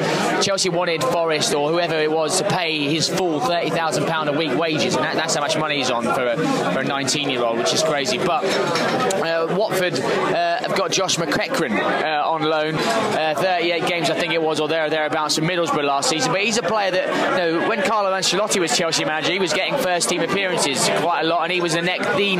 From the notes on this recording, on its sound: We also bring you our unique commentary on the game as it unfolds. Live from 'The Griffin' pub.